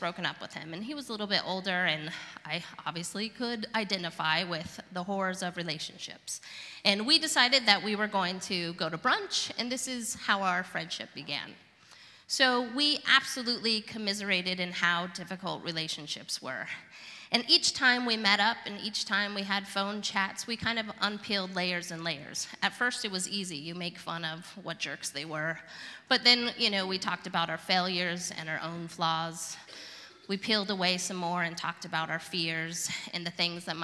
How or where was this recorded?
live audience